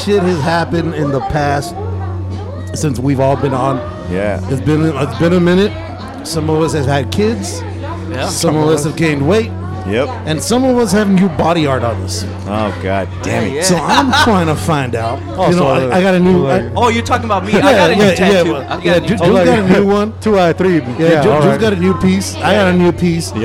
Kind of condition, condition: setting, busy venue